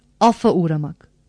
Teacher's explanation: kelime ünlüyle başlayan bir ek aldığı zaman F sesi ikizleşir.